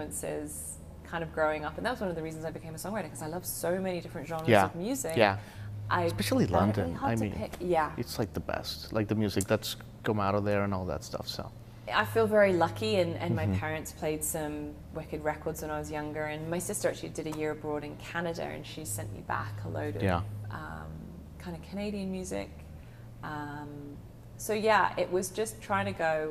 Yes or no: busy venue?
yes